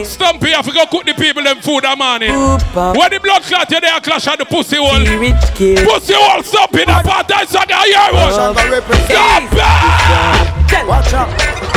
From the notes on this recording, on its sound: LIVE AUDIO OF THE HIGHLY ANTICIPATED SOUNDCLASH, BLOOD SPORT KILLING THAT TOOK PLACE IN THE BRONX, NY. LIVE AUDIO OF THE HIGHLY ANTICIPATED SOUNDCLASH, BLOOD SPORT KILLING THAT TOOK PLACE IN THE BRONX, NY.